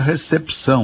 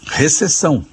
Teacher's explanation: A gente escreve recepção e pronuncia recepção, a gente lê o que está escrito. Esse P de pato, diferentemente do que a gente diz no dia a dia, não é mudo, ele é lido, ele é pronunciado. · Shown in: first take · Em Portugal, esse P não é lido, né?